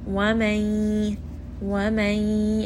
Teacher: here you see that I am merging the noon with the ya